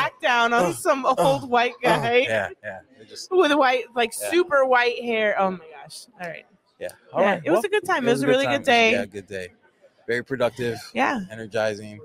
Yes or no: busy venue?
yes